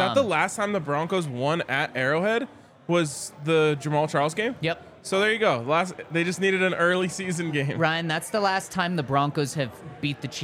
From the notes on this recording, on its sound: LIVE from the DNVR Bar